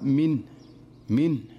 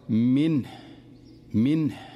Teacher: الصحيح أن يحكم سكون النون وينتبه لإظهار الهاء واضحة · Shown in: second take · لأن حقيقة الهاء أنها ضعيفة فلا ينبغي عليه أن يهمل الهاء